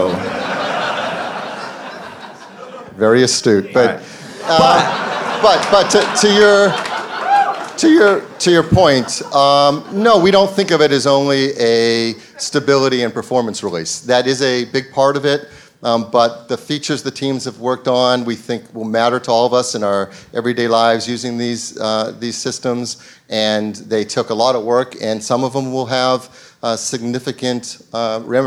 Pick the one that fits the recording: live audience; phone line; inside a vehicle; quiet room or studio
live audience